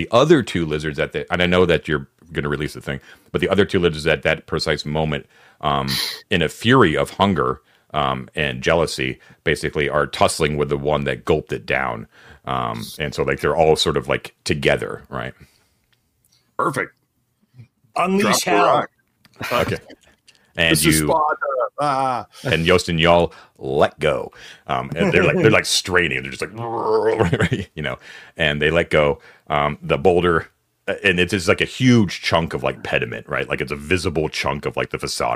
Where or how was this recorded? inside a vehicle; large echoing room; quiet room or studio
quiet room or studio